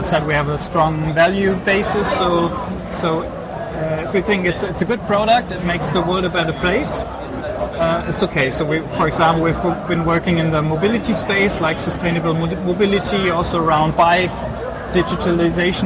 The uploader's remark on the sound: The video interview was recorded at SAP next-gen stage at Entrepreneur University in Wiesbaden, Germany. Thank you to SAP Next-Gen for providing us space at their booth for the interviews.